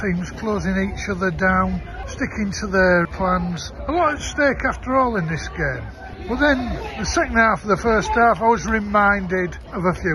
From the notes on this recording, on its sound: Reports "live" from Rajamangala. Who was in with the Chinese fans at the same match.